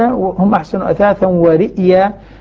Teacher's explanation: بهمزة ساكنة بعدها ياء مفتوحة